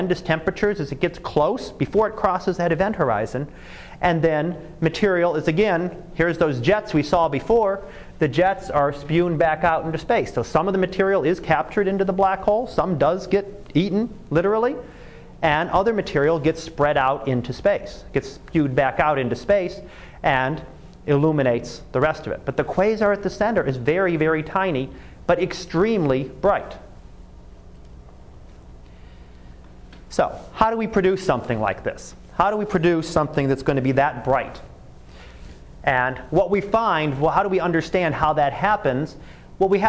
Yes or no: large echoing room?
yes